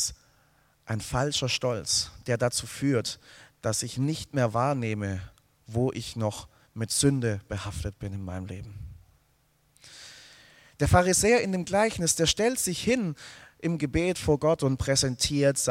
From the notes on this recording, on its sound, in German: aus dem Gottesdienst der Liebenzeller Mission